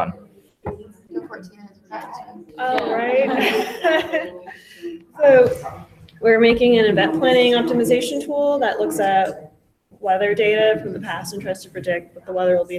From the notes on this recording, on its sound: We're live and direct this week from the Expero women in tech Machine Learning as a Product hackathon in Austin, TX.